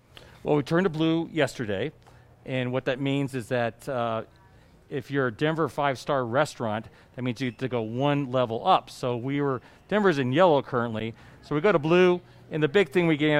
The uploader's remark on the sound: We're live at Blake Street Tavern downtown